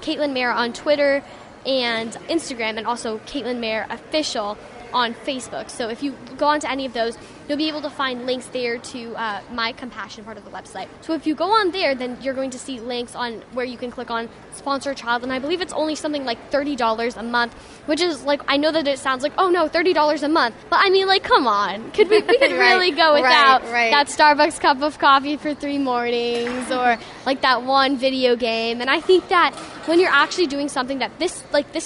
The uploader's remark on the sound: we go live to the Red Carpet Film Premiere